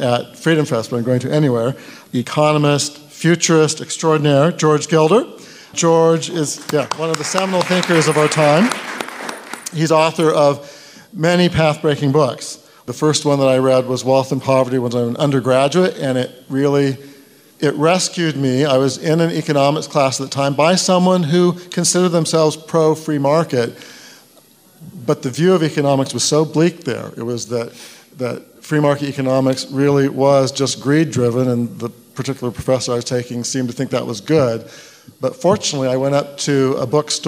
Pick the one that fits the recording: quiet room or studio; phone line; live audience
live audience